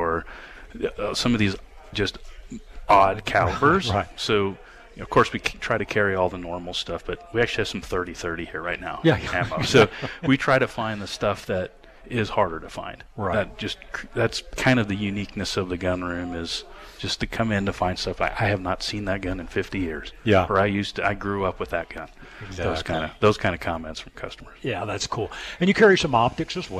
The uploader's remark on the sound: “live” Broadcast from The Gun Room’s 1st Annual Open House Event. We are broadcasting live from the 1st Annual Open House Event at The Gun Room! The Gun Room located at 1595 Carr St.